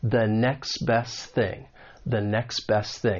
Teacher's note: You don't really hear that T. It's almost like it's muted. · And this is when sounds may get removed because the final T in next and the final T in best are going to elide. And this often happens with the T when it comes between two consonant sounds. · Term: elision